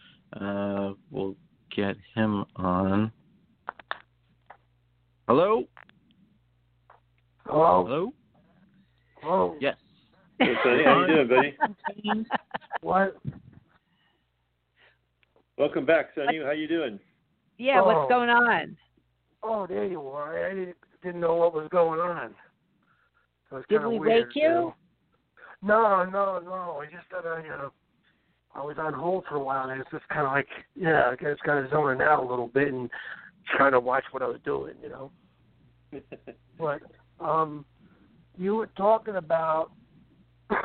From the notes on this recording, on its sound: interacts with callers